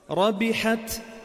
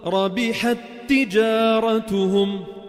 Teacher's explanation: راح الهمس، فصار حرفا واحدا مشددا · Shown in: second take · Term: إدغام متماثل